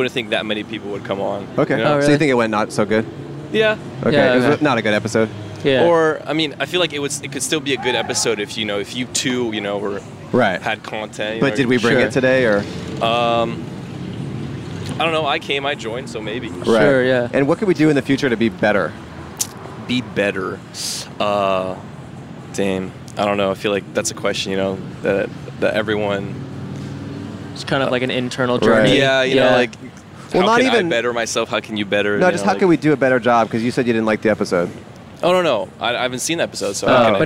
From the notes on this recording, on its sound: Recorded in front of Grand Central Market in Downtown Los Angeles.